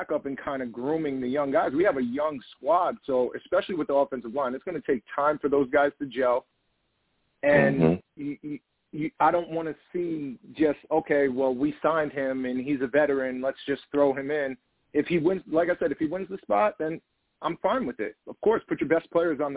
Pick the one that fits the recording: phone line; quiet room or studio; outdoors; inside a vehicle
phone line